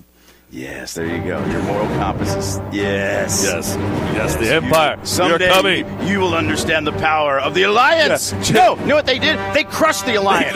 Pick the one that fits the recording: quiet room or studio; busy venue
busy venue